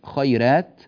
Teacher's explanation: أما إذا نظرنا إلى الياء في كلمة خيرات فإننا نجد الياء ساكنة وقبلها مفتوح، وهذه الياء تسمى ياء لينية، ياء لينية، فهذه أيضا يقع لا تسبب ضررا، والياء إن كانت مادية أو لينية فإن الراء ترقق، ما دامت هناك ياء ساكنة فالراء ترقق.